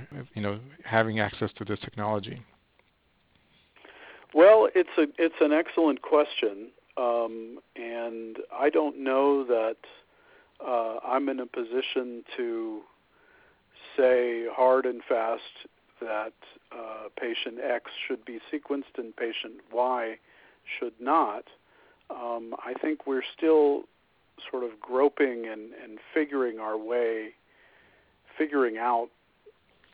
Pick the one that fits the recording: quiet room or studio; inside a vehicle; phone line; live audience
phone line